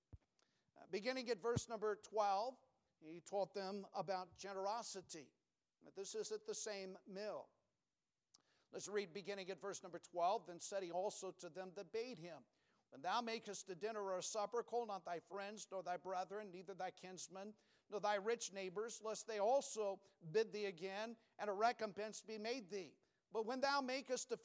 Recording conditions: large echoing room